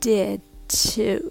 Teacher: この場合 D と T で別々に息を吐かないで一緒に吐いてしまいますそうすると結局 T の音しか聞こえません · Term: シーンクラスター